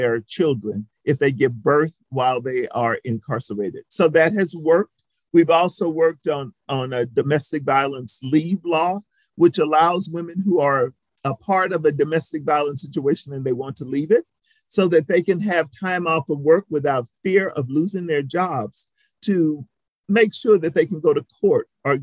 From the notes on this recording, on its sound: This was a virtual presentation, recorded on February 23, 2022.